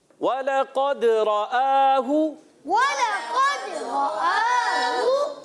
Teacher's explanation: जी हाँ, वलकद रआहू, वलकद रआहू, वाव को होंठों की गोलाई से अदा करेंगे, लाम को खींचना नहीं है, लाम को बारीक रखना है, और काफ उर्फे मुस्तालिया में से मोटा अदा करेंगे